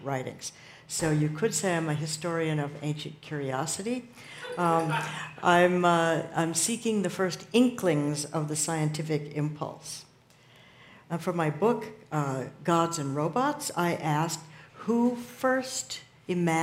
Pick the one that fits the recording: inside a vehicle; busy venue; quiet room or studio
busy venue